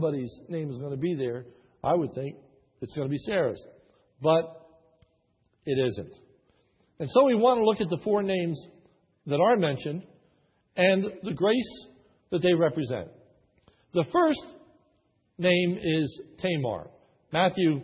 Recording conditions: large echoing room